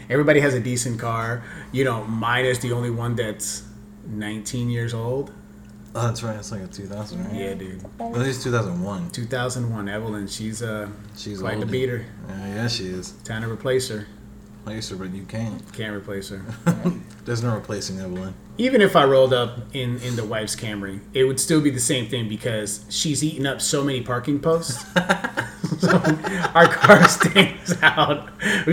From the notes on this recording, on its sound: First off I'm sorry I left the audio maxed out.